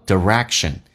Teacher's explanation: 英式发音叫 direction,美式发音重音在后面，前面的 e 可以发成 e,当然也可以发成 e,叫 direction,跟 of 有一个零叫 direction of.